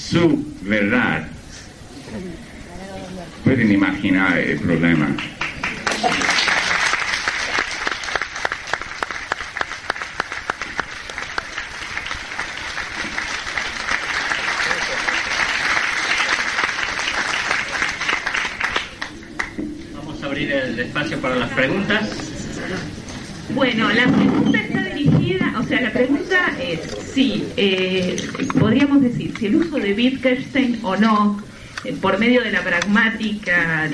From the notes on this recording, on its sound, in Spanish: Conferencia en Buenos Aires, 1998. Incluye preguntas del público.